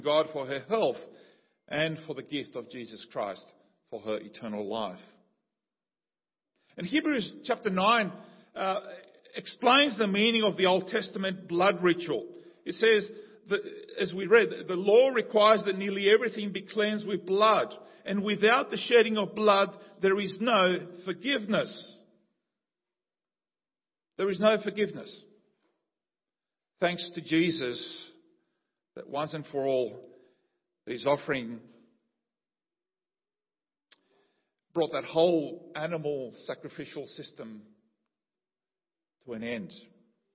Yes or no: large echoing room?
yes